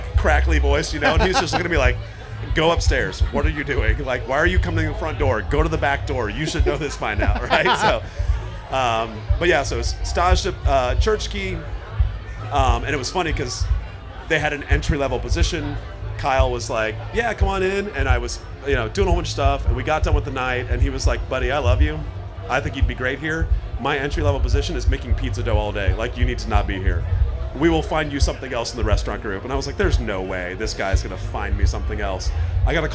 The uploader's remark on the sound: Live From Snallygaster 2. In this second episode recorded live on the DCBeer podcast stage at Snallygaster.